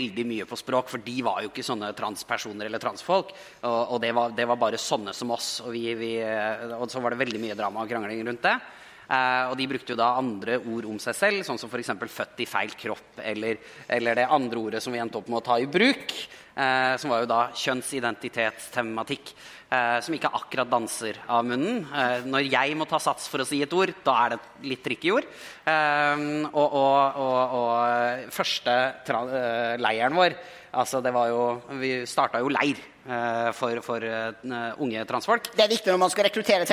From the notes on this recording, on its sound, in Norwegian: Live fra Arctic Pride